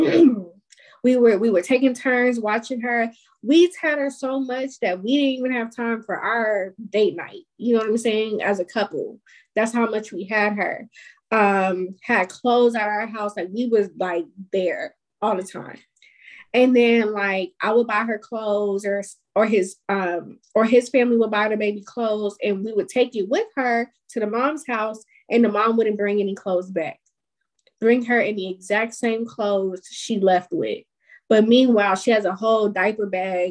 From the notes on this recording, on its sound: This Episode was recorded via zoom.